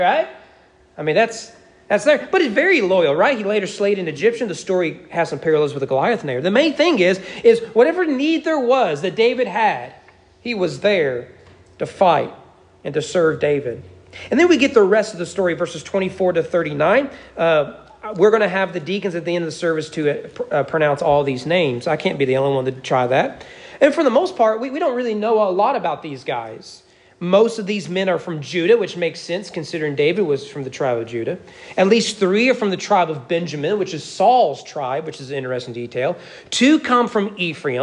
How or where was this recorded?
large echoing room